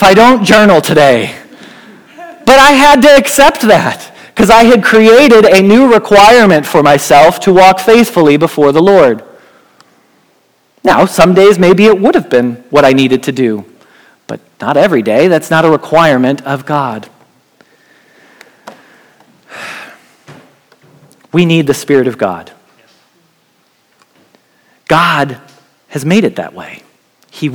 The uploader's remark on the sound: Message Preached at Valley Creek Church